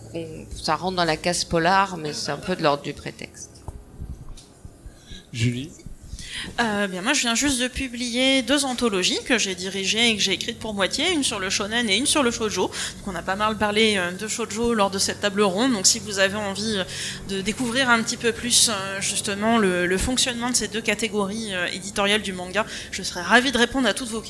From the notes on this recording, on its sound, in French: Les voix des Livres salon Imagibière table ronde. Le replay de la table ronde d'Imagibière organisé par la Brasserie de l'être à Paris.